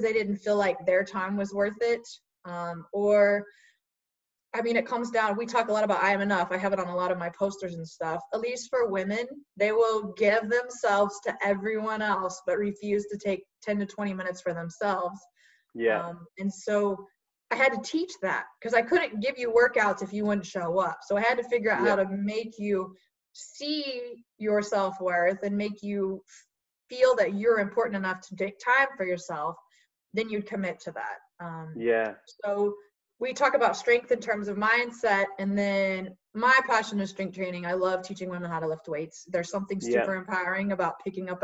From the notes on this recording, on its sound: via Zoom so please excuse the audio quality